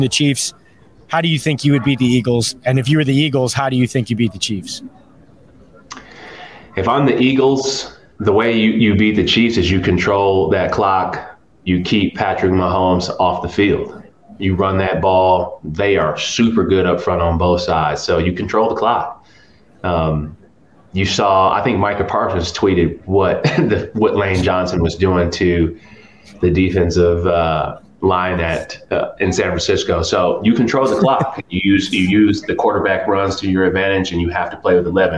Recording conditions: busy venue